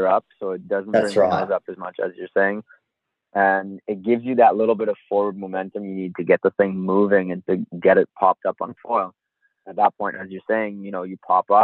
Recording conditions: video call